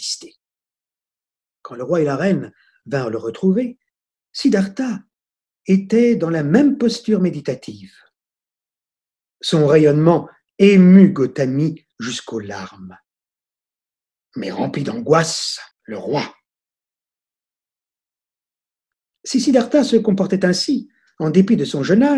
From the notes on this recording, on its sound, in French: Sessions en direct de 2020 par téléconférences